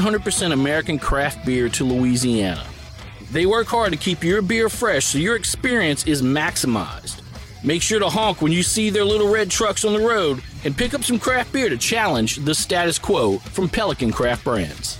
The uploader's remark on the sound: National Pizza & Beer Day At Rotolo's Craft & Crust. Made their way to Rotolo's Craft & CRust here in Baton Rouge.